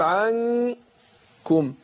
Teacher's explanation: بخفيها بتاخد الغنة بتاعتها حركتين · Term: اخفيت النون عند الكاف